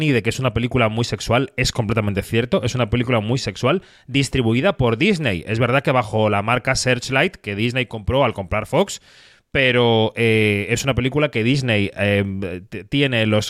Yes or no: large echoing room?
no